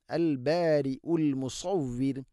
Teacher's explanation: സ്വാദ് ഇസ്തിഇലാഇൻ്റെ അക്ഷരമാണ്, സ്വരഭാരത്തിൽ ഉച്ചരിക്കണം, നാവിൻ്റെ മധ്യഭാഗം അണ്ണാക്കിലേക്ക് ഉയർന്ന് നിൽക്കണം.